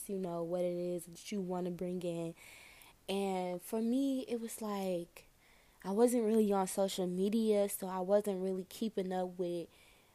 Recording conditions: background noise